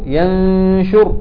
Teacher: لسانك متعلق مقرب من مخرج الشين والغنة مرققة